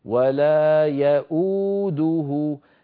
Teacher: أنا لما أقول يأو أنطق همزة مضمومة وبعدها واو